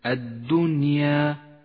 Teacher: اللام فيها شمسية تكتب ولا تلفظ